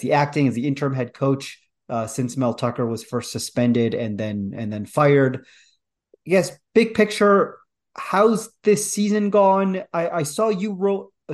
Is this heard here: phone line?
no